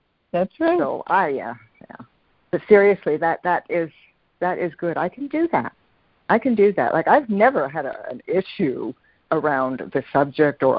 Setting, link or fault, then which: link, phone line